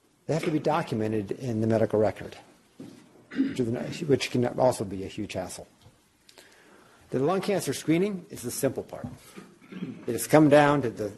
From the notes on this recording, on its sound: Norris Cotton Cancer Center Grand Rounds presented on November 6, 2018